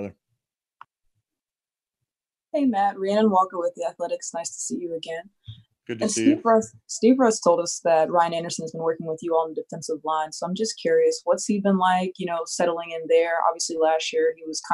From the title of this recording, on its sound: Zoom Press Conference